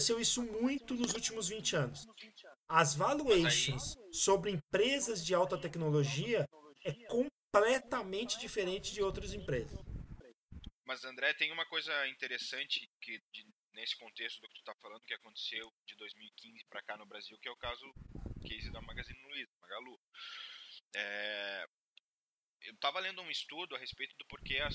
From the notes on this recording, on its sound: A qualidade do som esta horrivel mas nao queria deletar o episodio pela qualidade do conteudo.